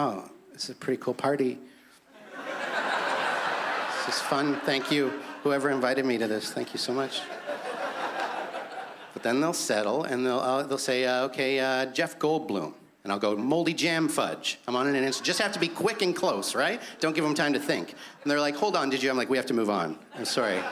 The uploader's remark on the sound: stand up from the Just For Laughs Festival in 2015